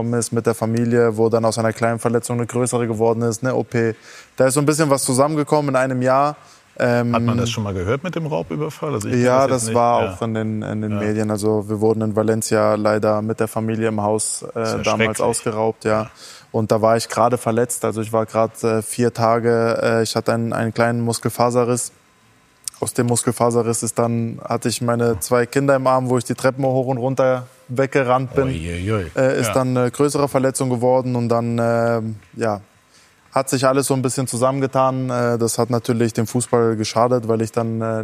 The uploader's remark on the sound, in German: Sky-Kommentator - live zugeschaltet zu den Fan-Protesten.